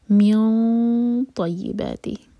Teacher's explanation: اخفا heavy ہوگا کیونکہ طا heavy letter ہے تو زبان پیچھے سے اٹھائیں گے اور منہ بھر کر اخفا کریں گے